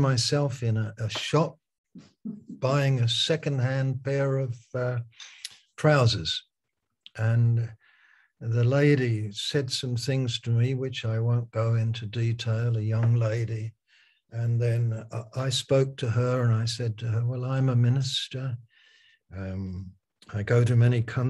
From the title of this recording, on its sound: Malaysia Meets (Zoom)